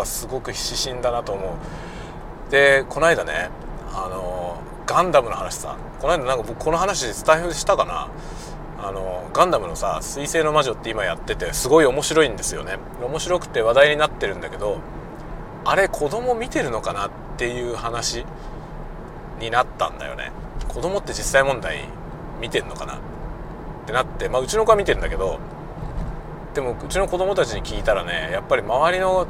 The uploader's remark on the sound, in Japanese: 車運転しながら雑談。仕事で訪問先へ向かう車内で運転しながら録音したものです。